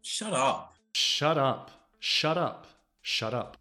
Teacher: It's a very soft sound. It's not a T, it's almost like an L or a very soft D.